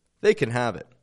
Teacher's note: We are dropping that A and we're linking can to the words around it.